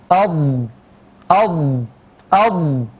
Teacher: كل هذه الأمور تحدث إذا لم ننتبه إلى منطقة الضغط والاتكاء والمخرج الصحيح لحرف الضاد، الضغط الجانبي من الأضراس، أض، ليست أض، وليست أض من الدال، وليست أط من الطاء.